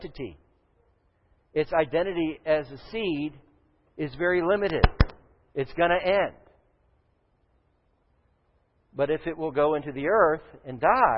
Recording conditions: large echoing room